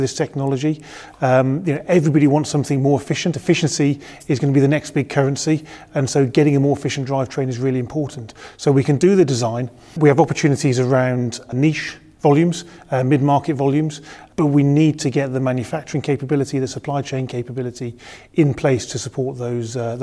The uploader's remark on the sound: Then hear a live panel discussion. In front of a small studio audience.